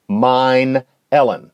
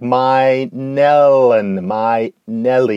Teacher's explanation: after mine becomes my, then mine Ellen starts sounding like my Nellen, my Nelly